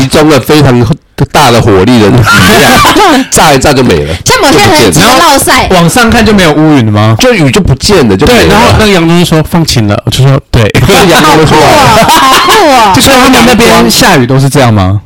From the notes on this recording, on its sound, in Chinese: 這集音質很容易破音，大家都太激動了。